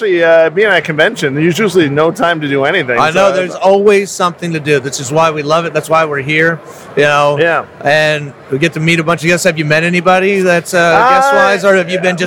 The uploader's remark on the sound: The Film played at Spooky Empire's film festival this year, and we had a small chat with him at our booth/studio.